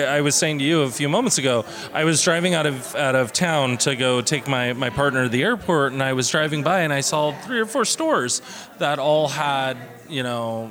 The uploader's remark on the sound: Session recorded at the Readywipe Gallery, in occasion of the celebration of the Day of the Dead, titled: "Por Nosotros y para Todos Nosotros, Día de los Muertos Holyoke Community Altar."